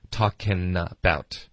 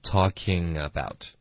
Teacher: 比较熟悉所有的这些动名词都发成 in · Shown in: first take · Term: 变音技巧